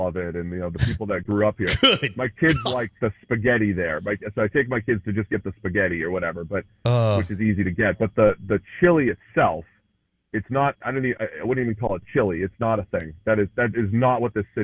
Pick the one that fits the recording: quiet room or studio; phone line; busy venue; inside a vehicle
phone line